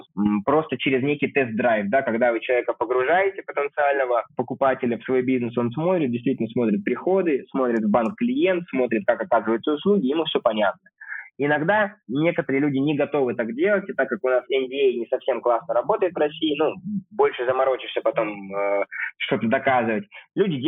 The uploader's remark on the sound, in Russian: Записанный в спартанских условиях (будто разговор по телефону)